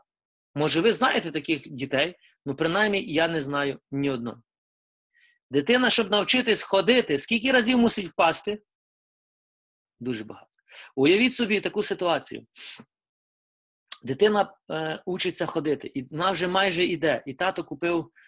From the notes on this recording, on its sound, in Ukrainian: Zoom зустріч.